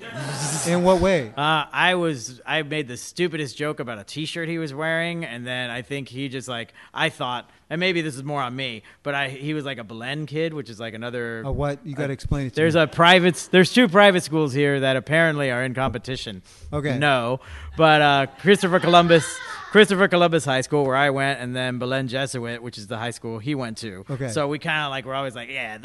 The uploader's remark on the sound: Recorded live at The Villain Theater.